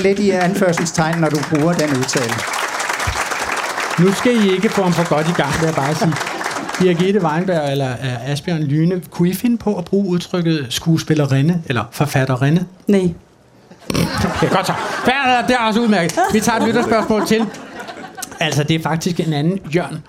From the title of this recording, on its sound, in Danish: Live fra Kulturmødet på Mors